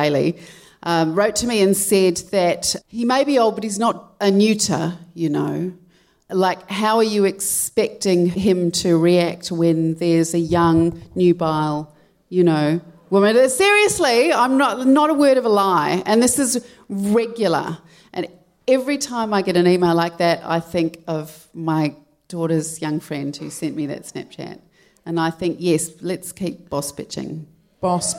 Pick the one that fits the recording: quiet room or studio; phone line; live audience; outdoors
live audience